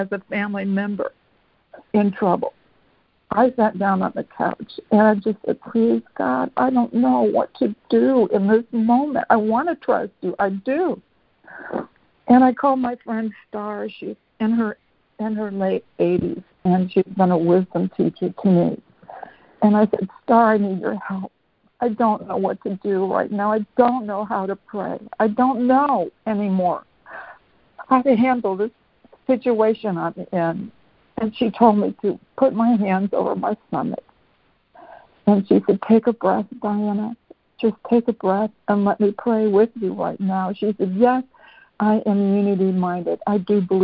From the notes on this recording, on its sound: ACIM Daily Conference Call